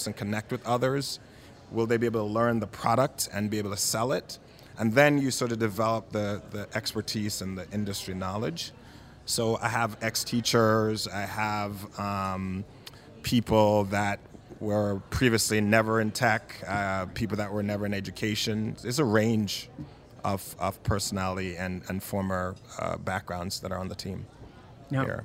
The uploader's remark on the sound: Out to Lunch is recorded live over lunch at NOLA Pizza in the NOLA Br.